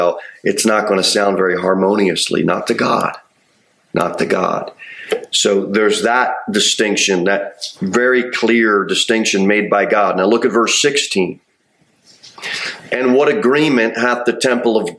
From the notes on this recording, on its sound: Sermon delivered at Pilgrim Baptist Church on Thursday, December 7, 2023, at 6:15 pm. Jere Whitson Rd.